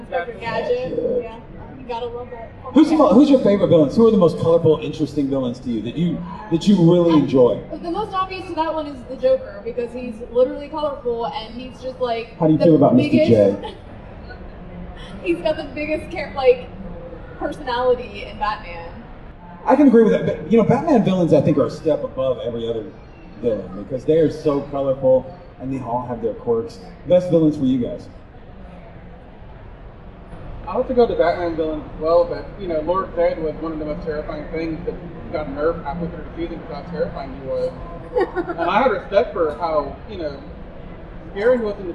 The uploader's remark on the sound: Live from Comicpalooza 2023. Engaging the audience to also take part in our conversation.